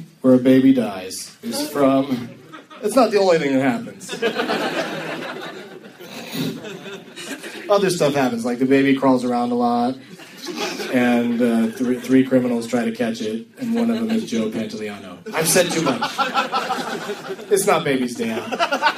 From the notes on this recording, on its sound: Against audience members at the Comedy Attic in Bloomington, IN.